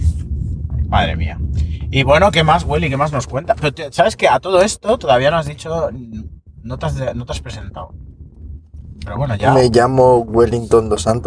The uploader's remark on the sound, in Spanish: grabado en el coche mientras íbamos a alguna parte